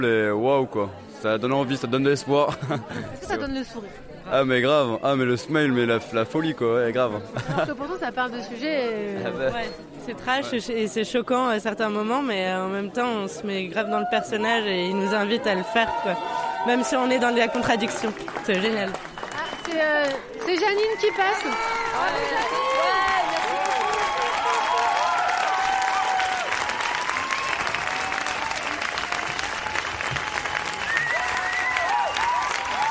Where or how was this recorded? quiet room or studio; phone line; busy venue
busy venue